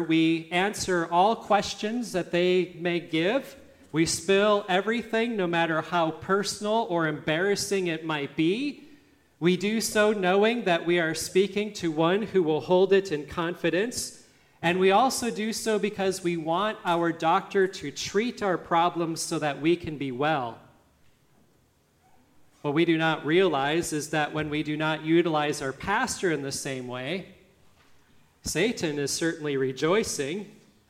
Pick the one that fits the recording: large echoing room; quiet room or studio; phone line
large echoing room